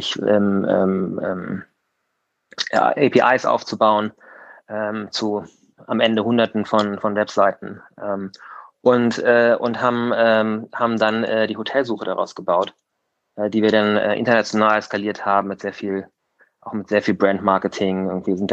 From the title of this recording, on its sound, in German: im Gespräch auf Clubhouse